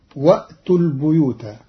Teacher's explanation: قرأ قالون كلمة البيوت بكسر الباء لأن بعدها ياء، والكسر من جنس الياء